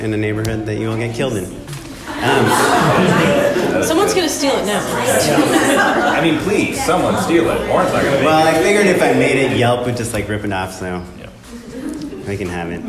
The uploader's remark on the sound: Our winter Live Show has finally arrived!